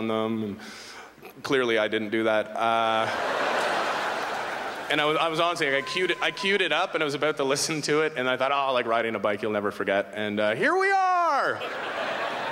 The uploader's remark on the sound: brings his absurd stylings to the 2009 Just for Laughs Festival in Montreal